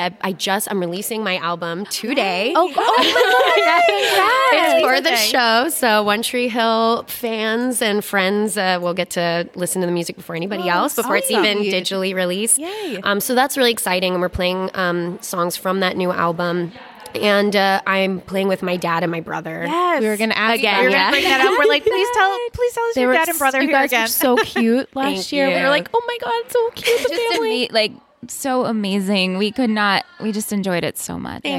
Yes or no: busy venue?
yes